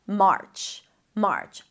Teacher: Make sure you don't bring the tongue up for the R too quickly, because then it's going to sound like merch, which is a different word.